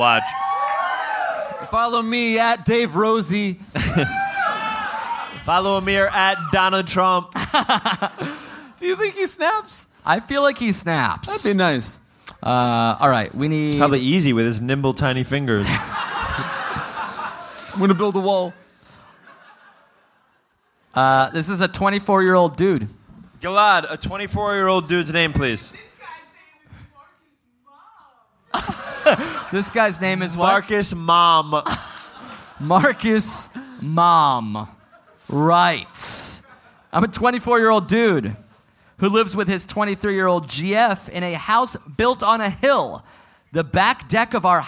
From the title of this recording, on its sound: Live in Austin